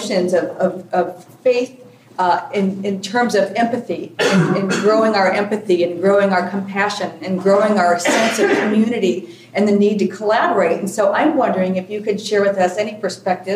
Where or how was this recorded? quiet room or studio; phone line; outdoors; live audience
live audience